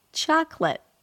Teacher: Chocolate, primary stress on the first syllable, and then the second syllable has a schwa, so it's a reduced vowel. · IPA: ˈtʃɑːklət